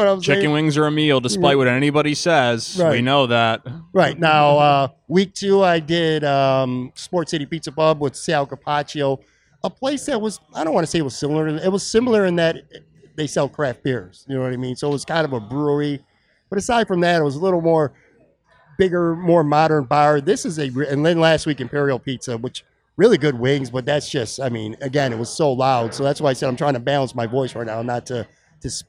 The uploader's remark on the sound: For some wings, beer and a conversation taped at Belt Line Brewery and Kitchen in downtown Buffalo.